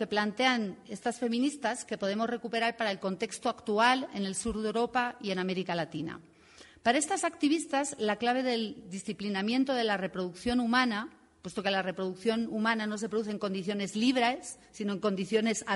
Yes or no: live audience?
yes